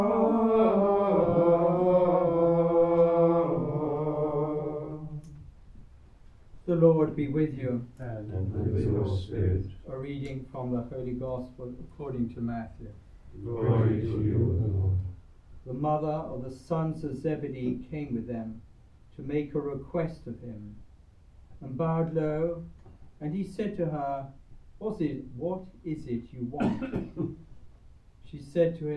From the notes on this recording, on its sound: The Community of St Gregory the Great sing the Gregorian Chant Mass for the Feast of St James. Recorded live at Southgate House on 25 July 2023.